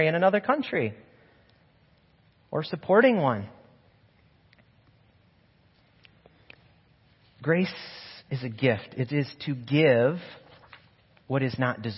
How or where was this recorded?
large echoing room